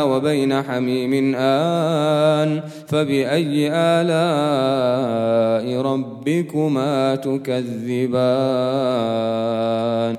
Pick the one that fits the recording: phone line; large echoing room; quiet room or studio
large echoing room